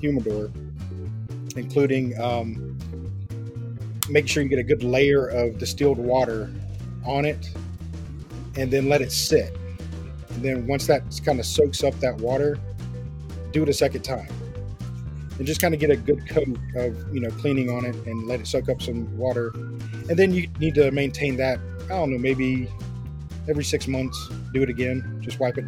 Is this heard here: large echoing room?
no